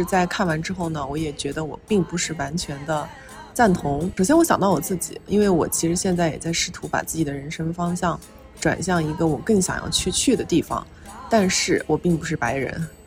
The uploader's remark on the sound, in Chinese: 本期播客是在巴厘岛乌布的一家cafe录制，录音环境并不理想，且在最后的十分钟下起了倾盆大雨。